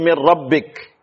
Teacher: Hilang nunnya, secara zatnya, demikian pula hilang secara sifatnya. · Term: idgham kamil